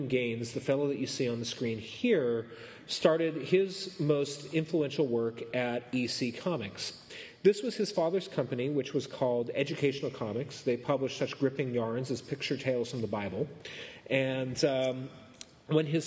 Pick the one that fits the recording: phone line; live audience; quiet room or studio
live audience